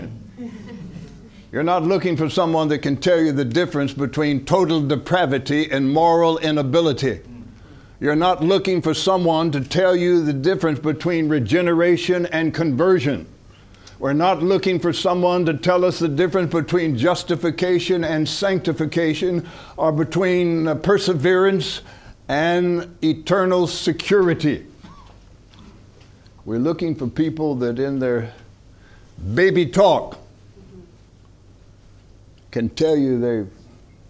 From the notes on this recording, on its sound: From the HeartCry Asia Conference 2023